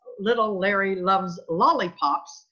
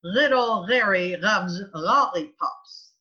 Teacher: Instead of the tongue going up to the spot, the incisive papilla, the back of the tongue goes up. · Shown in: second take · Term: guttural back sound